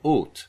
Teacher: the O I use in French is more rounded, it's closer. So in terms of that non-existent great IPA in the sky, I'm trying to be aware of the fact that there are versions of O that are more acutely rounded and more close than the version of O that we use in North America.